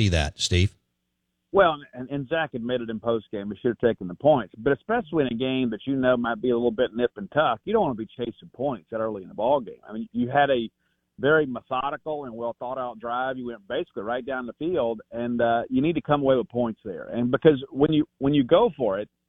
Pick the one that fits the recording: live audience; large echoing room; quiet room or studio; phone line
phone line